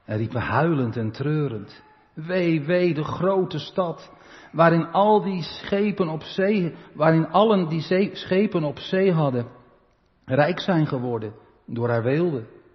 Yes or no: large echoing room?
yes